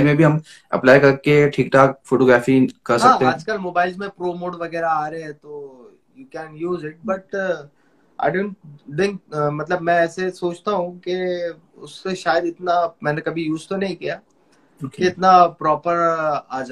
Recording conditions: video call